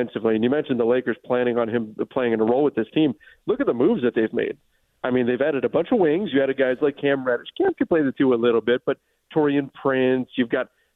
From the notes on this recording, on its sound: called